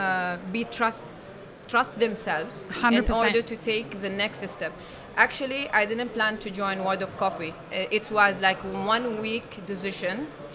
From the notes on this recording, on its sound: Live at WOC Dubai. Map It Forward and DXB Live is proud to present a selection of podcast episodes that were live-streamed from the show floor at World of Coffee Dubai 2024.